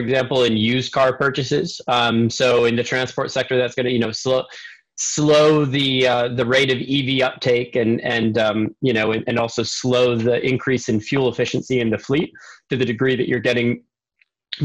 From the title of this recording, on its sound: The Waterline Summit 2020 International Webinar Soundtrack